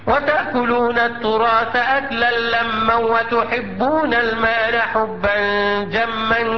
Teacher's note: نطقت الميم المشددة وقد غننتها بمقدار كم حركة؟ بمقدار حركتين · Term: ميم مشددة